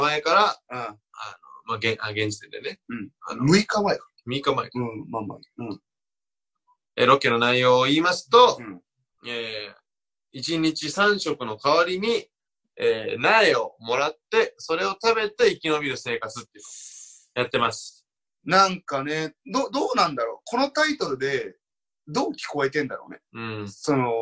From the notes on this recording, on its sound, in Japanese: まっさらブルーシートの上でお送りする音質ちょい悪回